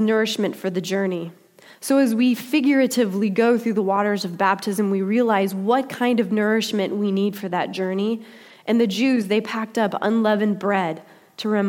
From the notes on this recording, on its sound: Delivered during the Contemporary Worship service.